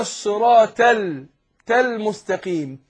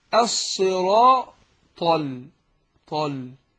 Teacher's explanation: يبقى الأحرص على استعلاء الطاء وتفخيمها · Shown in: second take